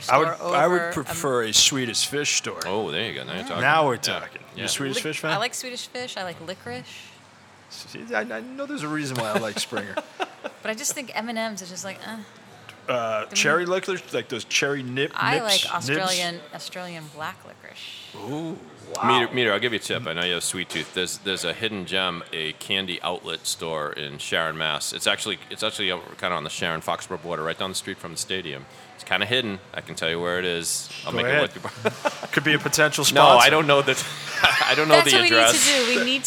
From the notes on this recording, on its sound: NBA Preview LIVE from Fenway Johnnie's. Recorded live at Fenway Johnnie's in Boston.